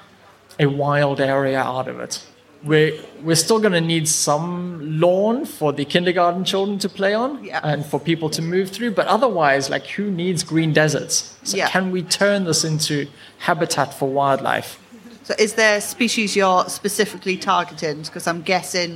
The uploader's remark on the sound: Live from Global Bird Fair. We were lucky enough to grab a slot on the brand new Whinchat podcasting stage, sponsored by Swarovski Optik. The episode is dotted with soundscapes taken directly from the Swarovski rainforest.